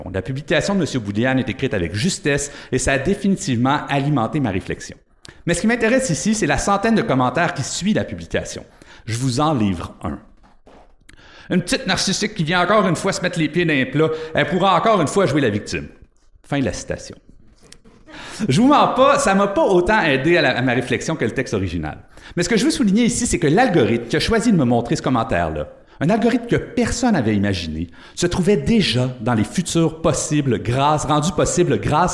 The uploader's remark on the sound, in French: Voici la captation d'un "Oxford Debate". À la Maison Notman récemment.